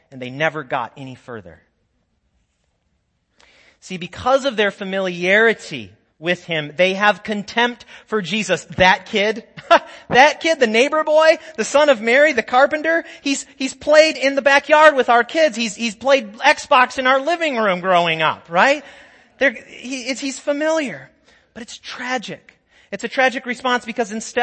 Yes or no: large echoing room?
yes